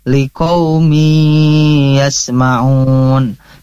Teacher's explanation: Likoumi, nah ini harus ditahan karena ini adalah idgom bi gunnah. Harus terasa gunnahnya atau dengungannya juga terasa ya.